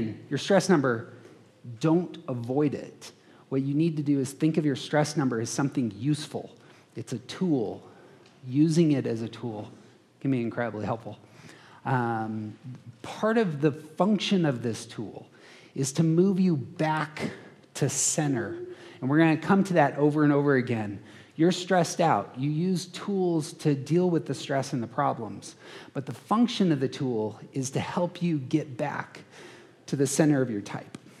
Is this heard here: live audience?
yes